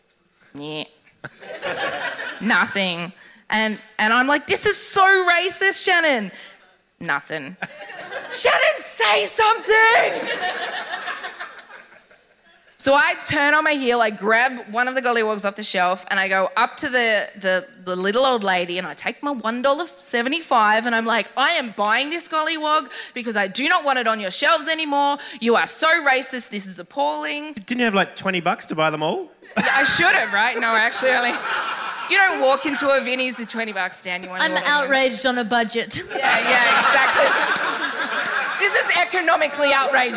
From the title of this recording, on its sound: A Rational Fear LIVE